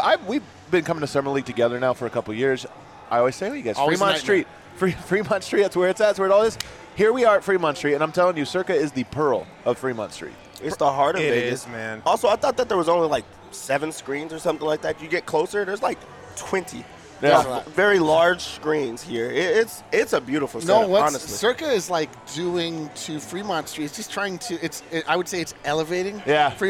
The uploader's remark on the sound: LIVE in Vegas at Circa Resort and Casino